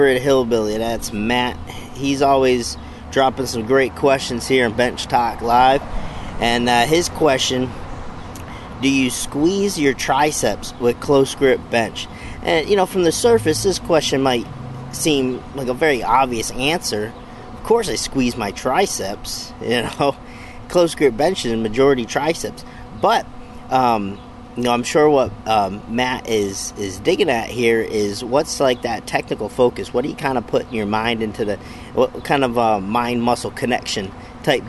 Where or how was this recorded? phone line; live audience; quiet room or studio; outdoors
outdoors